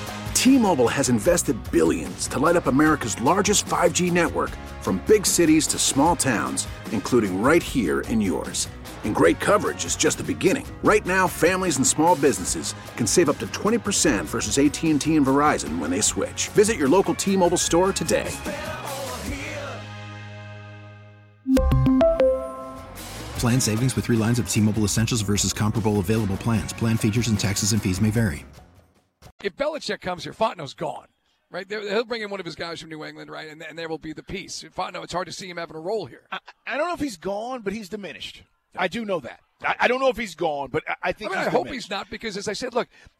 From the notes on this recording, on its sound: Joins the guys LIVE at the Benz.